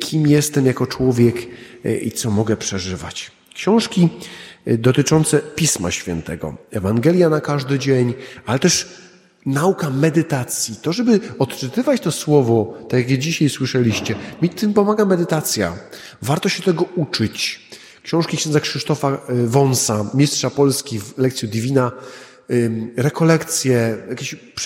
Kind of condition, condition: setting, large echoing room